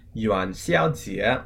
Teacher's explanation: So that's Yuan in the second tone, which is Y-U-A-N. Then we have Xiao, which is X-I-A-O in the first tone, and then Jie, which is J-I-E in the second tone